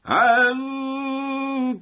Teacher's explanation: باز هم می‌بینیم که اخفای ما ترقیق شد.